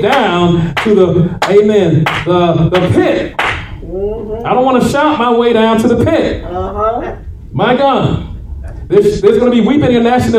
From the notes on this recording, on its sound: shared this message live at RACC on 6/4/23